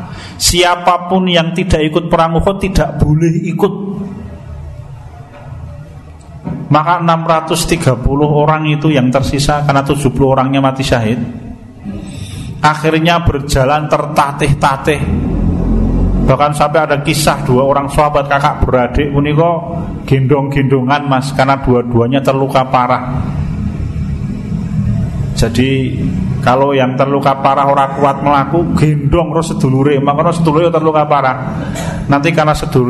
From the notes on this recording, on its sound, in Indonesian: Rekaman Kajian Majelis Pengajian Islam Kitab Firqotun Najiyah. Di Masjid At Tahkim, Jln KH Ahmad Dahlan, Ngampilan, Yogyakarta rutin setiap hari Jumat selepas sholat magrib sampai dengan isya yang diselenggarakan oleh FKAM Yogyakarta dan Takmir Masjid At Tahkim.